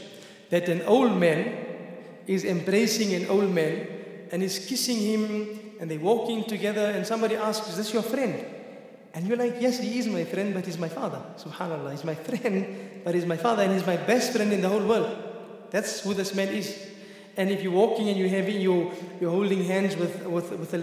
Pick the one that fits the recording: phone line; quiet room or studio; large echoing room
large echoing room